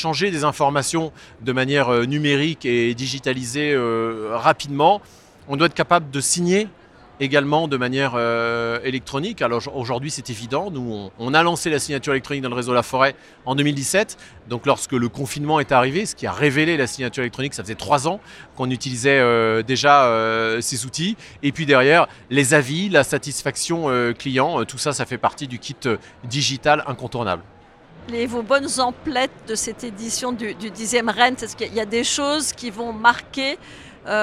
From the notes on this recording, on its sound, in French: Cet épisode a été enregistré en live du salont RENT.